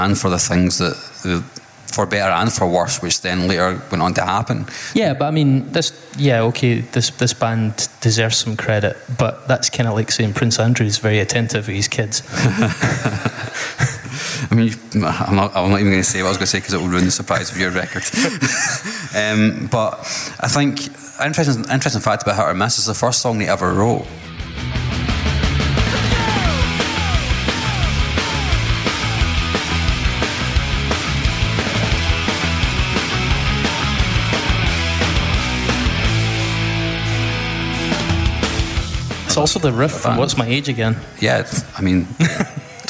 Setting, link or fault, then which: setting, live audience